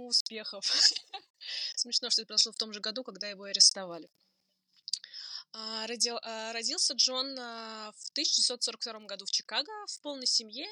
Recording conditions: poor sound quality